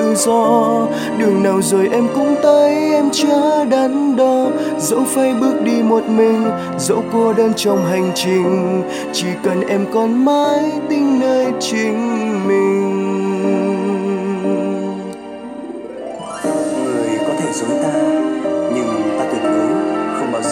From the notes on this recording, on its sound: Recorded by my mobile phone